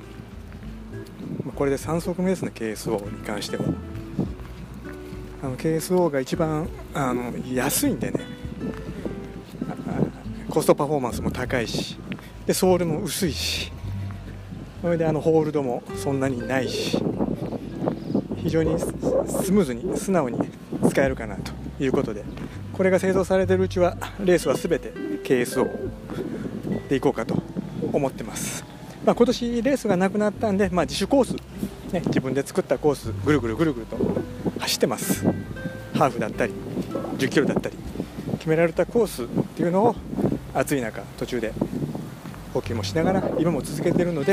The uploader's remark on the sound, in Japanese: 雑音じゃないよ鴨川だよ。電気屋さんのついでに京都にvibram KSOを買いにきました。